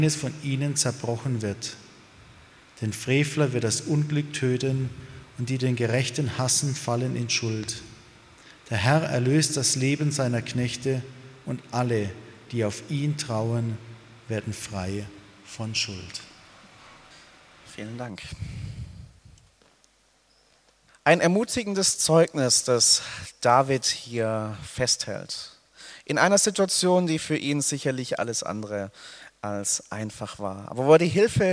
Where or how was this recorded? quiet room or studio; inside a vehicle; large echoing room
large echoing room